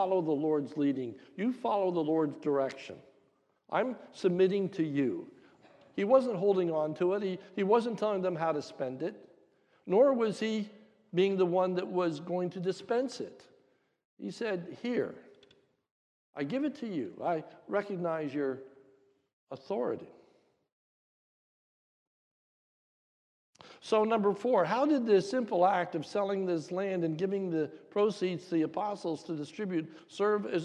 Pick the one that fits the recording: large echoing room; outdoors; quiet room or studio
large echoing room